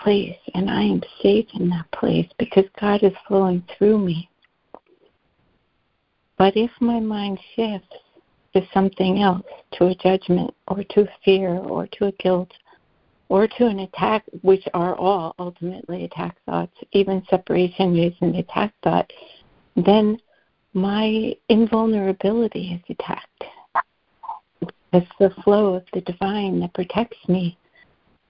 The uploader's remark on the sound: ACIM Daily Conference Call.